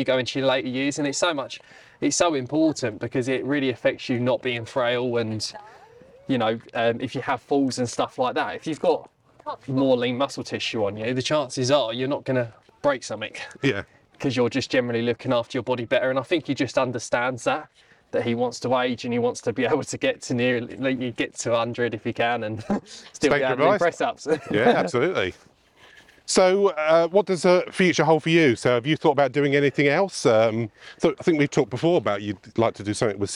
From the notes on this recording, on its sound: Recorded at Mote Park, Maidstone, Kent